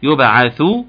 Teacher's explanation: تاخد بالك من خروج اللسان في الثاء مع ضمها جيدا